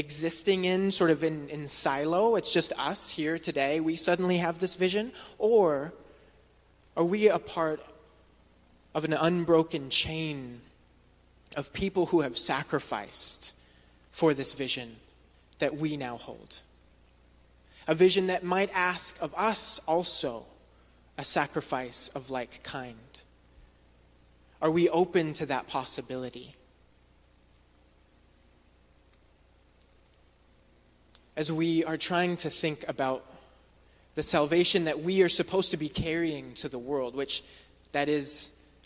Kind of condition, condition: setting, large echoing room